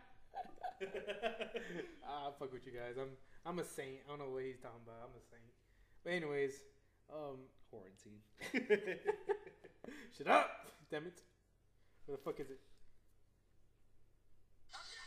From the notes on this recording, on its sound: I’ve been editing tf out of this episode to make it sound a lil more solid. I’m messing with a few new editing tools so this may not be the same quality as the others.